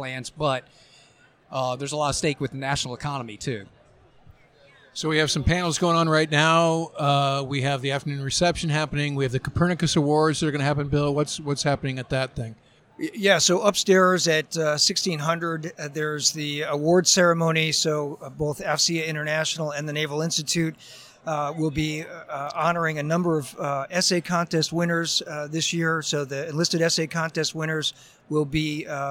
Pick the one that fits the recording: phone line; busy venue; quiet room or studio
busy venue